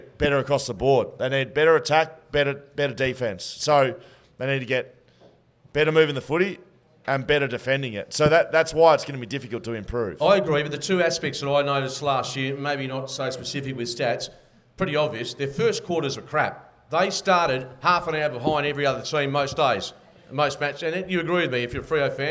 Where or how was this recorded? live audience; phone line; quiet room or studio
live audience